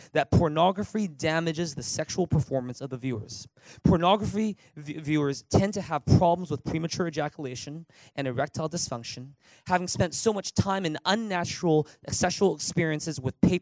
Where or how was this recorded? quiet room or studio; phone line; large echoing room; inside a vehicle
large echoing room